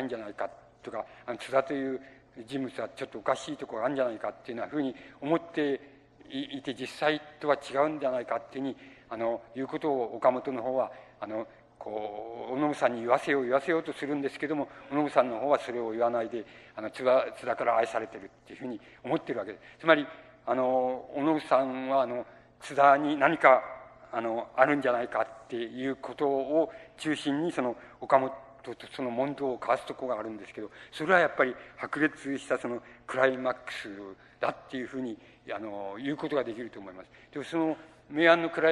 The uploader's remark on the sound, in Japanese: 音質：５。主催：日本近代文学館 後援・読売新聞社 場所：有楽町・よみうりホール。近代文学館・夏の文学教室 として行われた講演。音源は主催者提供。ライン録音。